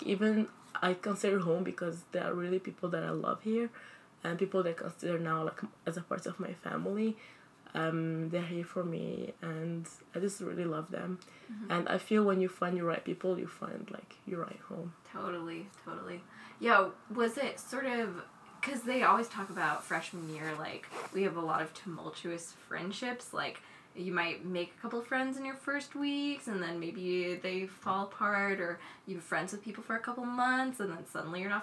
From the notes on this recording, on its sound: If you hear clanking noises, it's our mugs of tea.